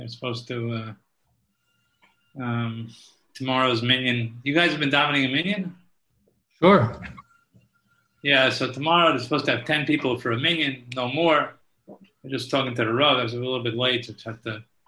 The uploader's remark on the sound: Live on Zoom.